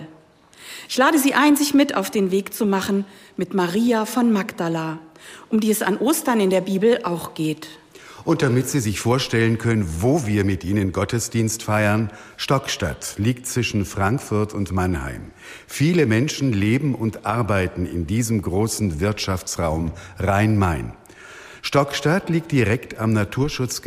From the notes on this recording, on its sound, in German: Am Ostersonntag überträgt hr4 live den Gottesdienst aus der evangelischen Stadtkirche in Stockstadt am Rhein.